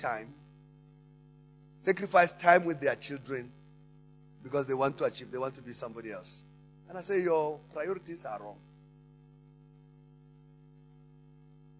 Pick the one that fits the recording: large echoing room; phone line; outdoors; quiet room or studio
large echoing room